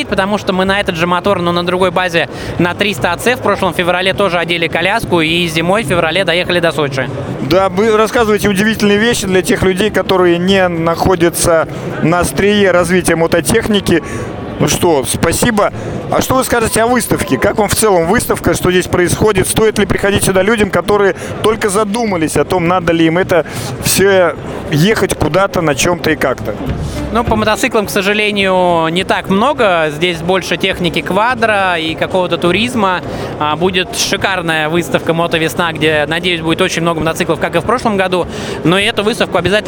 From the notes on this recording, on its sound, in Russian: Выставка "Поехали 2022". Записано в мобильной студии радиостанции. В Экспоцентре на Красной Пресне (Москва).